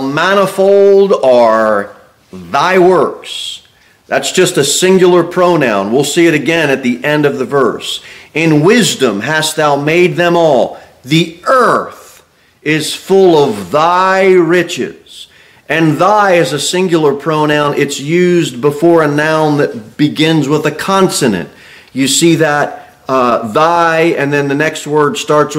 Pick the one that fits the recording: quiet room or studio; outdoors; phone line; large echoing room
large echoing room